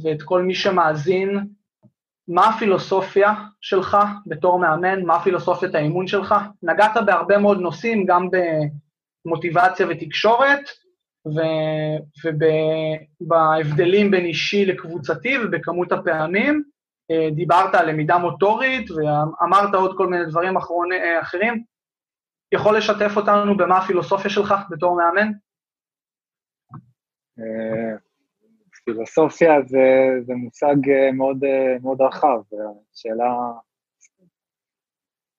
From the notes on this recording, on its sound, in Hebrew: הפרק הוקלט בזום בעקבות אתגרי הקורונה